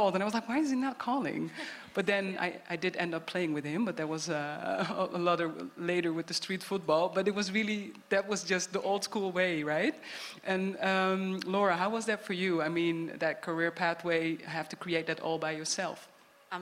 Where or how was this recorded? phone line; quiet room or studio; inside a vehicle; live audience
live audience